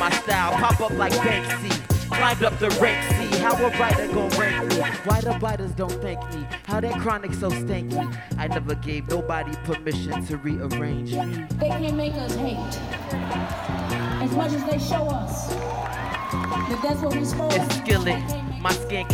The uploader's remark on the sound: Live At Steppenwolf Theater